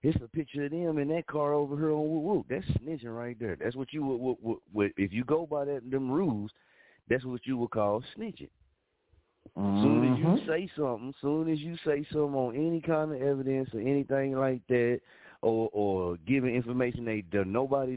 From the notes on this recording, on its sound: with us on the phone lines